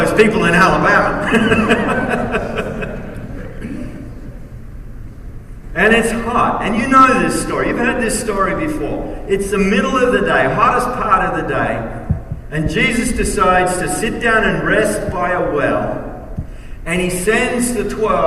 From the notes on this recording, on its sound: message at the Kingdom Impact Conference